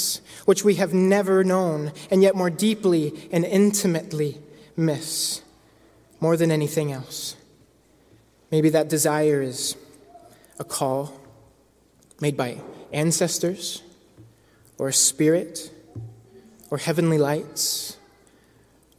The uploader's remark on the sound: Christmas Eve Candlelight Worship. Preached at The First Presbyterian Church of Brooklyn.